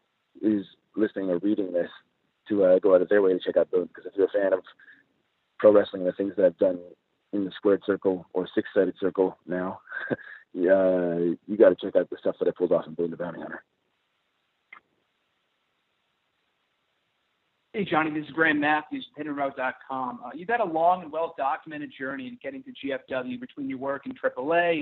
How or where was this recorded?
phone line